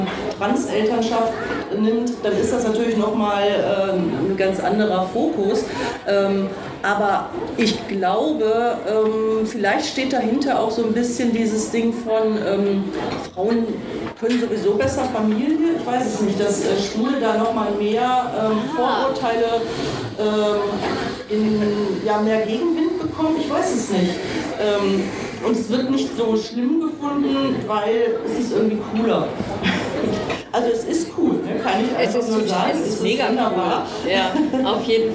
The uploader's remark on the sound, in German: Live auf der Bühne